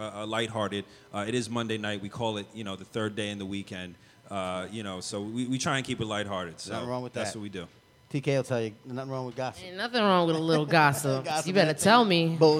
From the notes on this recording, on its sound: Bondfire Radio Audio Fest LIVE. During the 2015 Bondfire Radio Audio Fest.